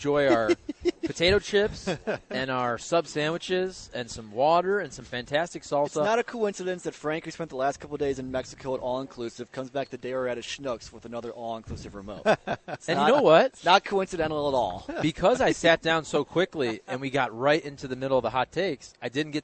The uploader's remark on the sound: broadcasting live from Schnucks in St.